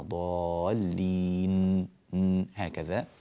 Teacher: ونبين النون كما أسلفنا، ضالين هكذا، فيكون صوت النون ظاهرا جليا، بارك الله فيكم وفتح عليكم.